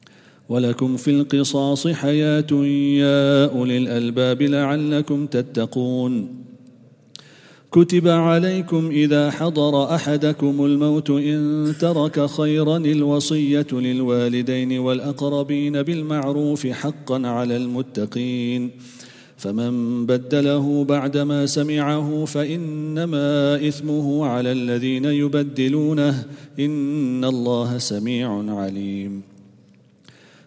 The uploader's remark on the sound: Quraan Recitation Morning 2. At the Houghton Masjid (West Street).